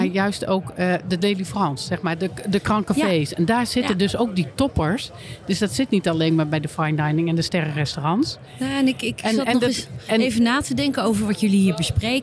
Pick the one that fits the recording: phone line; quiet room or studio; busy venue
busy venue